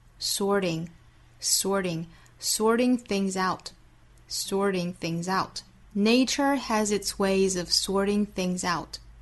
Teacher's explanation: Sorting things out. Nature has its ways of sorting things out.你要注意这句话里面的重读音节是 nature 的 nay， has 这个词也可以重读 ways，sort， things 和 out，其他的都是弱读音节，要读得更短快一些。好，我们来用非常慢的速度用美音来读一下。Nature has its ways of sorting